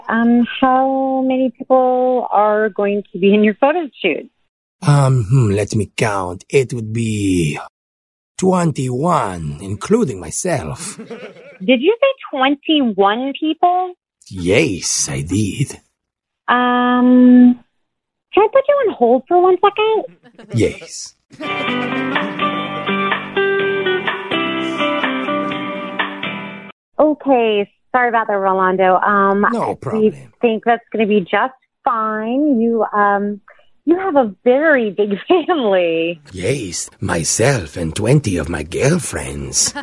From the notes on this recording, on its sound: Phone Tap.